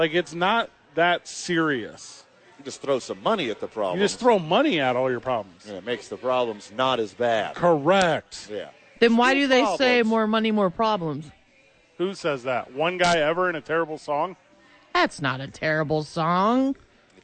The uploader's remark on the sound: live at Hollow Spirits